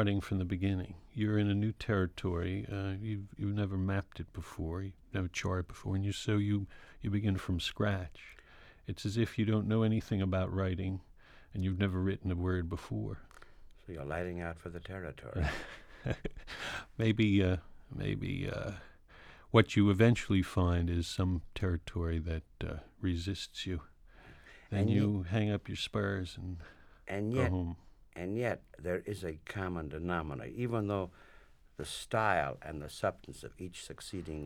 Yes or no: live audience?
no